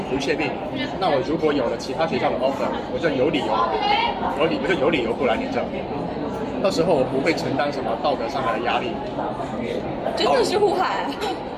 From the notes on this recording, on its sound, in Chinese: 是朋友来学校附近找我吃饭，顺便的聊天录音。环境嘈杂，多多包涵。